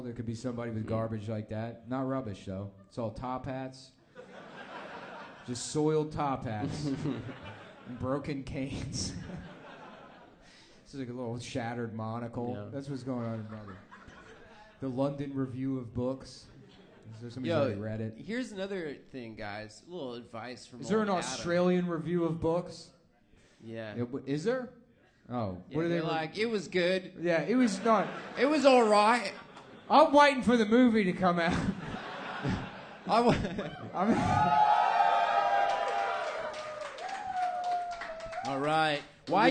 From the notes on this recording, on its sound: 2018-10-30 Sydney (Live Show)